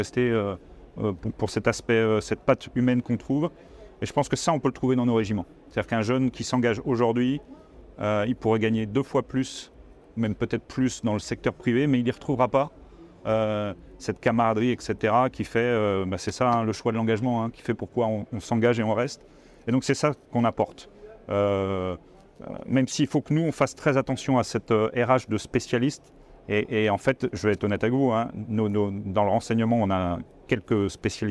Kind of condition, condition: setting, busy venue